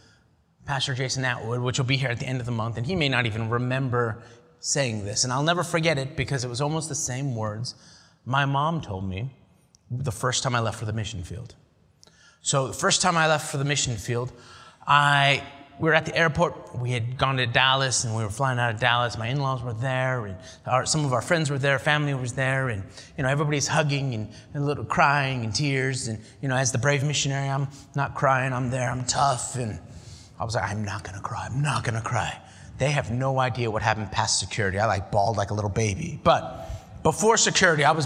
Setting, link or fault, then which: setting, large echoing room